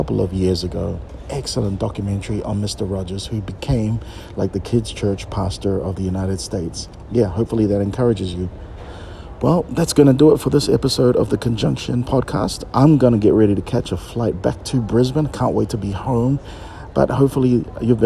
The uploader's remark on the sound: Recorded at Changi Airport.